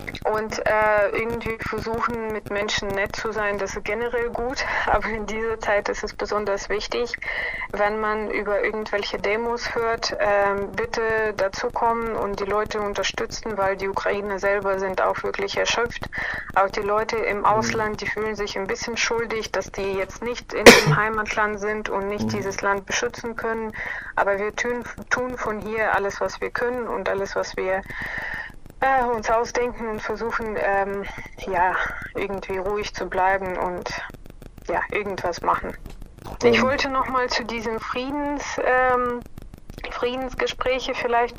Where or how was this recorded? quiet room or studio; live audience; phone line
phone line